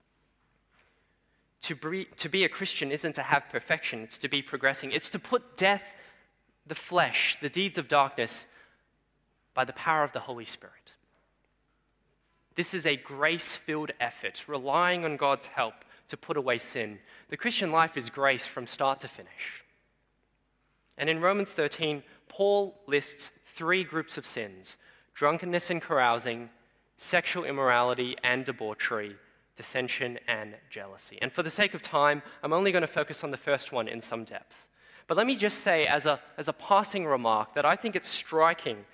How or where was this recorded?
large echoing room